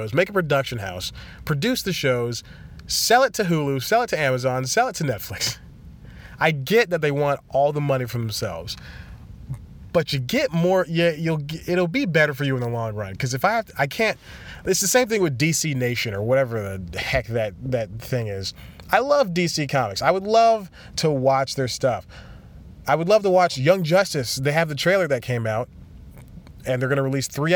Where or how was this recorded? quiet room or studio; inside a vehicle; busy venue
inside a vehicle